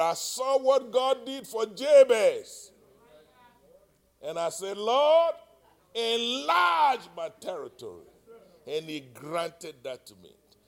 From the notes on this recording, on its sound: live-recording